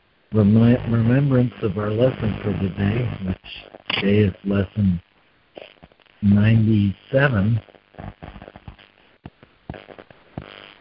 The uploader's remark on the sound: ACIM Daily Conference Call